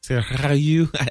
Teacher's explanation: I just trilled an R.